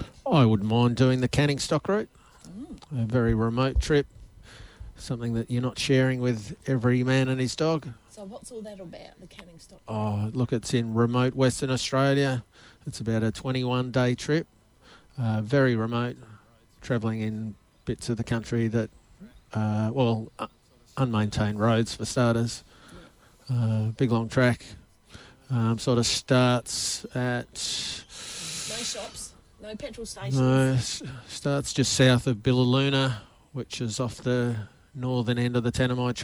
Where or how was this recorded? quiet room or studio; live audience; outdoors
outdoors